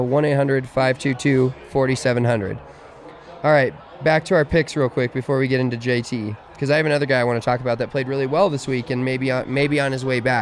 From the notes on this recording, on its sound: Coming at you live from the DNVR Bar for a live reaction and wrap up of the PGA Championship.